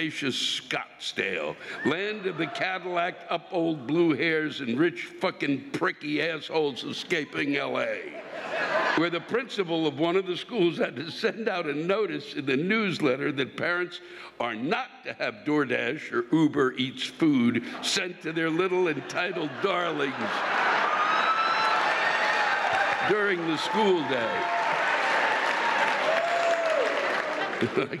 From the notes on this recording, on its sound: This week’s live rants come from the Celebrity Theater in Phoenix, Arizona.